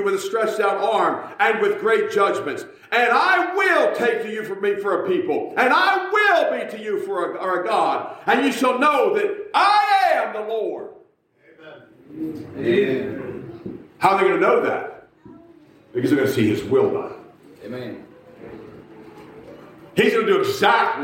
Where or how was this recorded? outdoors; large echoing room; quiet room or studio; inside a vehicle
large echoing room